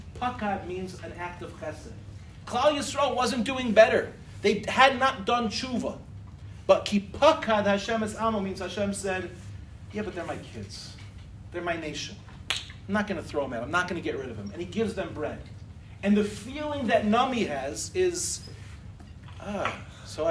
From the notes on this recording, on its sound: In this shiur, delivered in Michlala